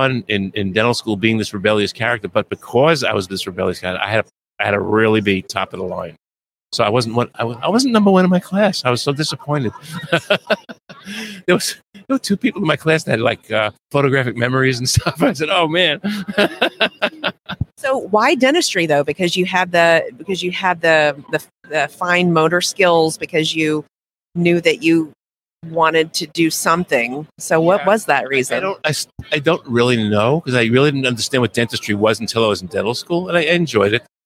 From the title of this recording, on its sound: LIVE from SmileCon